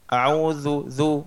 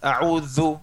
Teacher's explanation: الذال فيها رخاوة يعني يجري فيها الصوت · Shown in: first take · فتقول هكذا أعوذ ذو وليس أعوذ ذو، تكتم فيها الصوت.